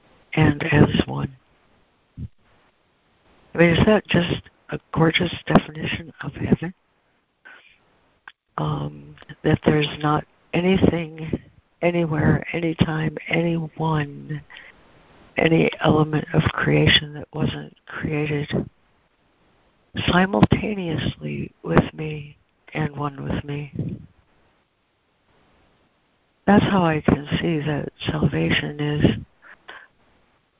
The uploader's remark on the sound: ACIM Daily Conference Call